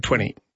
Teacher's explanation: the T almost disappears in the middle of the word